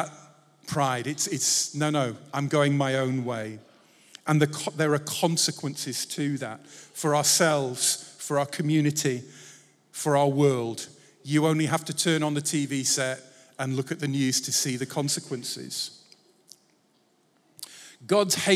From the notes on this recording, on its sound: Recorded Live at Life Church Lancashire.